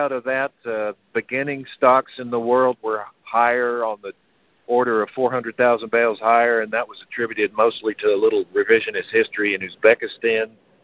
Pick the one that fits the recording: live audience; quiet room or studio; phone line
phone line